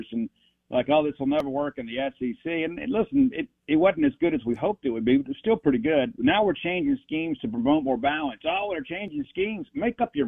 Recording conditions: phone line